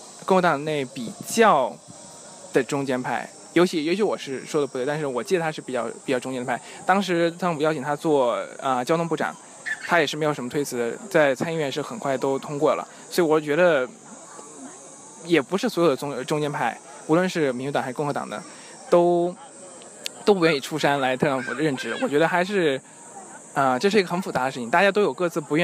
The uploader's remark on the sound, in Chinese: 希望在景山公园录制一期节目，于是我们就录制了，于是你会听到很多奇怪的声音，夹杂着大爷大妈的遛弯儿、我们的喘息，以及来自故宫的风声。